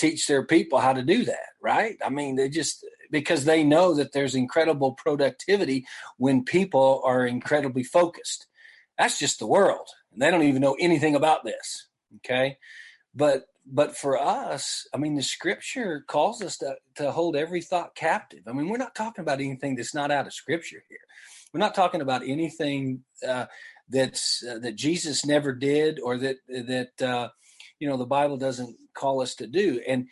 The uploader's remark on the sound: Believers Church’s ZOOM Q&A.